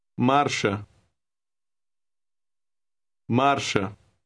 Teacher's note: Word 9 has an R in the middle. It is a rolling R, but pronounced very lightly.